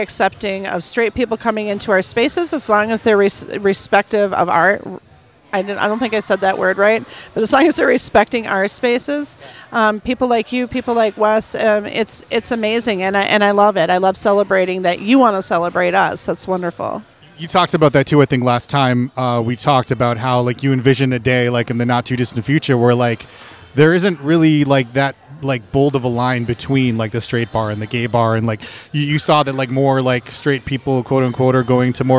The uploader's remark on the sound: On location at LUSH